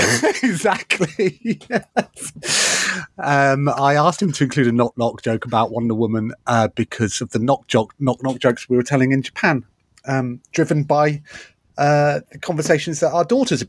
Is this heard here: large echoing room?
no